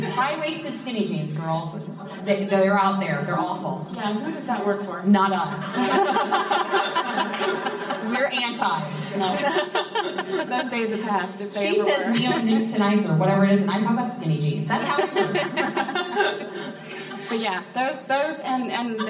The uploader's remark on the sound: Live at Women in Ag!